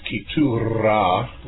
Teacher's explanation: they pronounced it Ketura with the trilled R